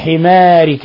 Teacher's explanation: الحاء مرققة والميم مرققة والألف مرققة والراء مرققة لأنها مكسورة كسر لازم، والكاف أصلا مرققة، فكلها مرقق في مرقق.